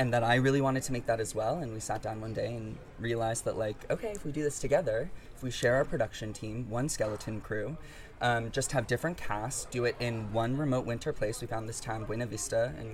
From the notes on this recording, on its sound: We are live, on-location at the TCL Chinese Theatre for the 19th annual Oscar Qualifying HollyShorts Film Festival , as the official podcast partner.